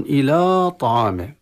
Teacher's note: طيب، إلى طعامه، إلى طعامه، الألف وقعت قبل الطاء، وهنا ما يقع في بعض أخطاء الطلبة أنهم يقولون إلى طعامه، إلى يعني يتجه إلى تفخيم اللام والألف قبل الوصول إلى حرف الطاء، وهي من أخطاء الشائعة التي تقع يعني حروف المرقق قبل حروف التفخيم.